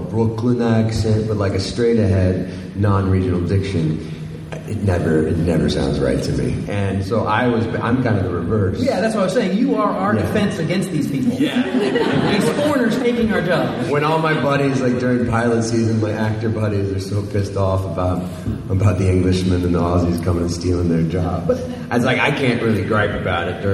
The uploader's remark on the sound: exclusive fan panel from Houston Comicpalooza